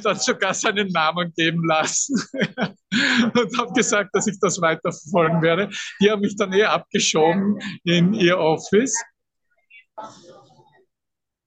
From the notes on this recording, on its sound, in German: Zoom-Session. Veranstaltet von der Aleph Akademie.